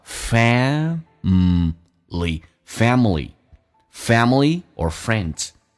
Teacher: 这个单词美语当中那个 a 可以不用发，因为 a 跟 l 在一起可以被 l 在吸